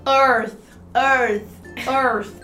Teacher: É um Fzinho com a língua presa assim